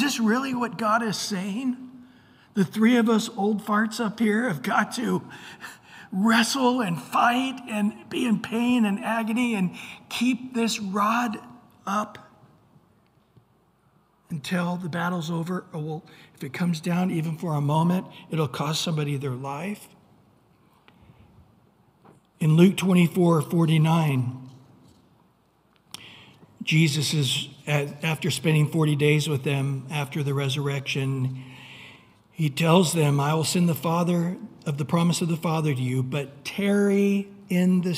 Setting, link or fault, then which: setting, large echoing room